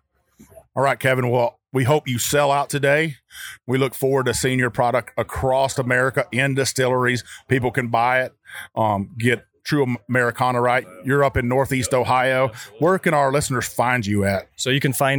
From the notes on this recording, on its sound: Makes his way through the 2021 Bourbon Festival in Bardstown Kentucky. Roadies, attendees and bourbon royalty shout out high praises.